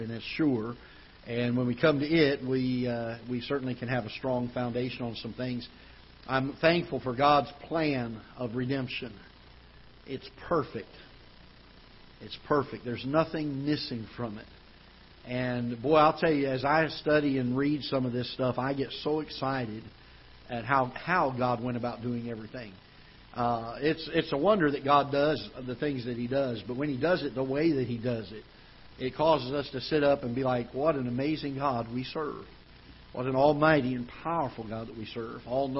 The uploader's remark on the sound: Ketha Heights Baptist Church ~ Live Broadcast.